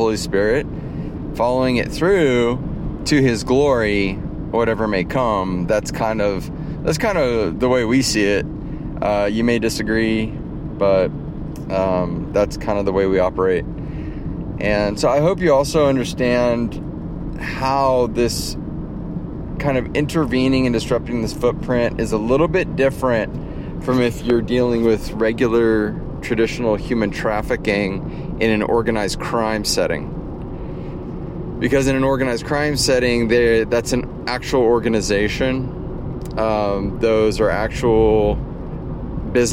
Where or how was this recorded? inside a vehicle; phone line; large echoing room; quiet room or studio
inside a vehicle